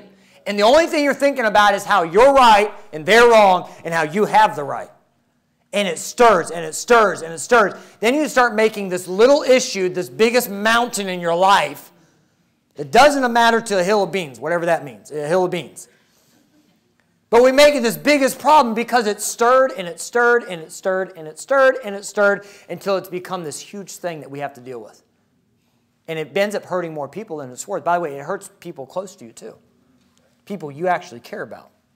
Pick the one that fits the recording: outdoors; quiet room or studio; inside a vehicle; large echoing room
large echoing room